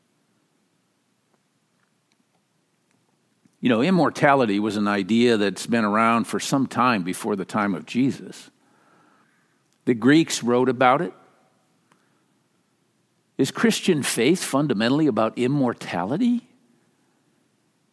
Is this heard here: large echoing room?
yes